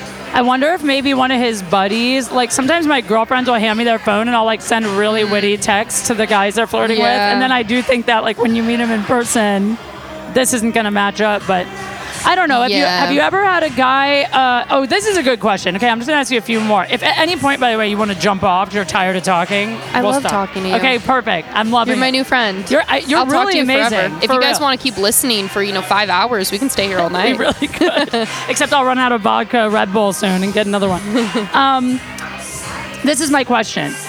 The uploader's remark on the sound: Live at Burton. Live on location at the Burton Snowboard's flagship store in Santa Monica, CA.